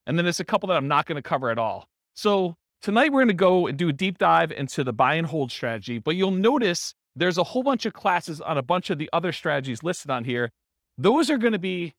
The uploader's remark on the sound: This was a live class recorded